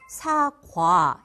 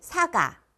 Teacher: 많은 사람들이 이 오, 우를 생략하고 발음해요.